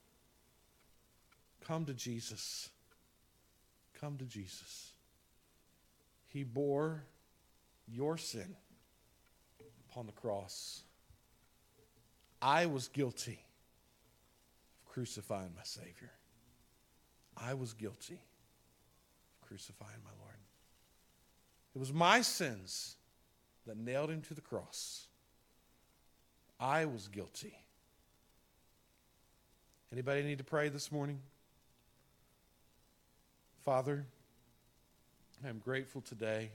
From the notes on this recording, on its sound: This sermon was preached on April 11, 2021 at the Tarrant Bible Methodist Church. This sermon was preached on April 11, 2021 at the Tarrant Bible Methodist Church .